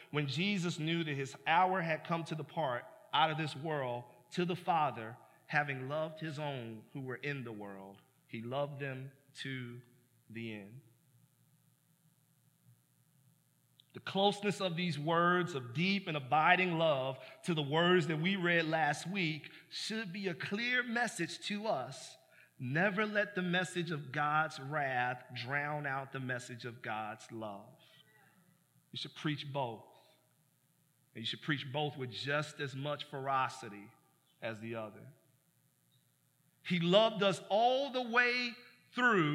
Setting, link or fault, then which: setting, large echoing room